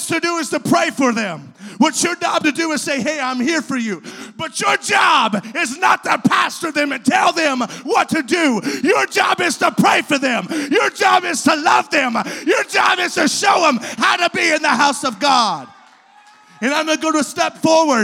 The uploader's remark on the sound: This was recorded at Truth Apostolic Church in Madisonville, KY.